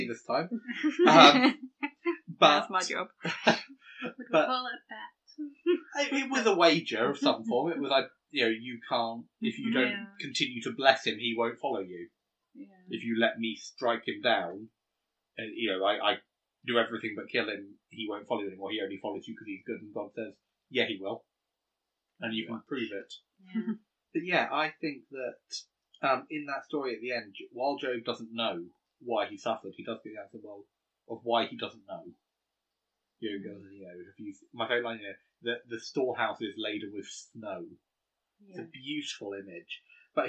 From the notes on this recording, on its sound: We apologise for some audio issues we experienced with this recording. Half of this was technical. The other half was our dog making too much noise!